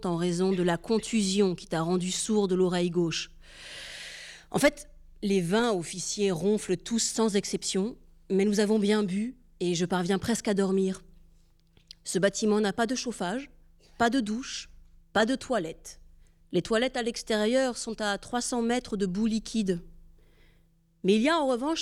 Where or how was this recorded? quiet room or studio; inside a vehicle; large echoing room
large echoing room